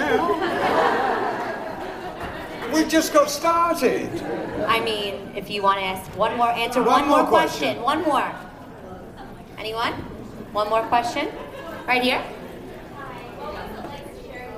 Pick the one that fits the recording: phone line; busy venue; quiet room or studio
busy venue